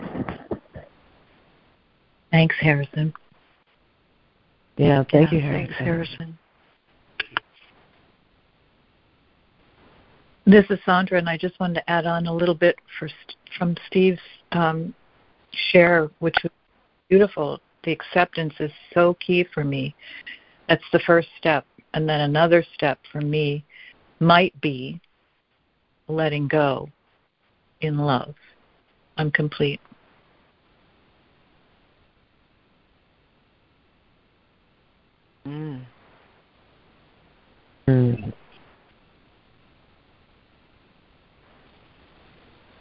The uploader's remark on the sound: ACIM Daily Conference Call